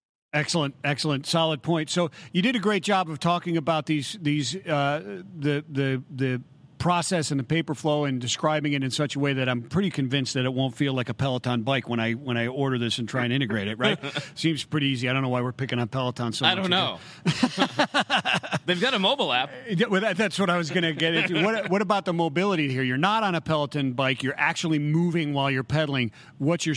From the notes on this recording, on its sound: LIVE from the 3PL Summit. Live from FreightWaves 3PL Summit.